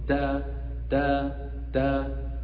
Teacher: التاء حرف من طرف اللسان وهو مرقق